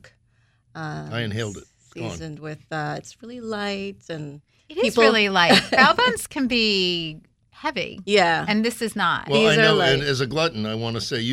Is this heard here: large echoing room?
no